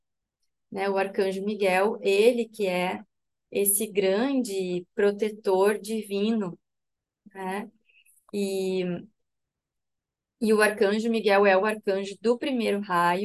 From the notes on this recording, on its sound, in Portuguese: Online pelo zoom.